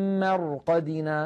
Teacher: طيب إن كانت ساكنة ننظر إلى الحرف الذي قبلها، إن كان مفتوحا أو مضموما نفخمها، وإن كان مكسورا نرققها، يعني نعتبرها كأنها مشكولة بحركة الحرف الذي قبلها، ساكنة قبلها مفتوح، مثل مرقدنا، قالوا يا ويلنا من بعثنا من مرقدنا، نلاحظ هنا الراء ساكنة قبلها مفتوح فنفخمها وكأنها راء وكأنها مفتوحة